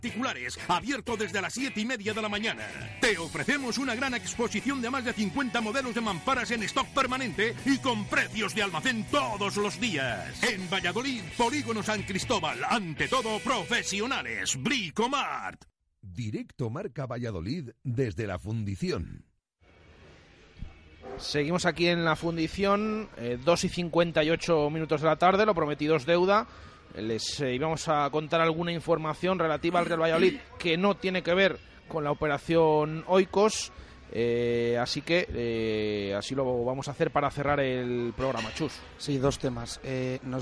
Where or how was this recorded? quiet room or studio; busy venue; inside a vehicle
busy venue